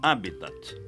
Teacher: como proparoxítono, sem esquecer o T mudo final